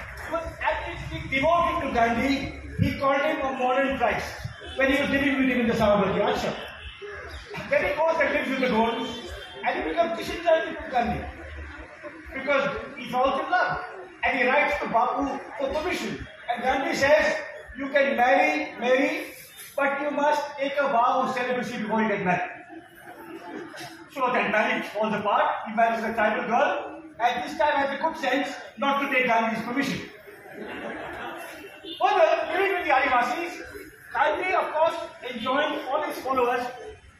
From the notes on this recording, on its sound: Delivered an extraordinary speech in the Bangalore Literary Festival. It was shot by me using my Vivo phone without additional professional equipment.